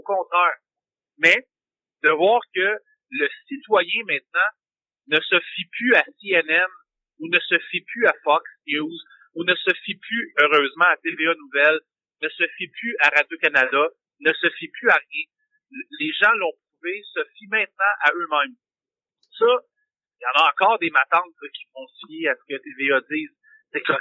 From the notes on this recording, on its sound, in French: Excuser la qualite du son car j\\'ai faiut ca par telephone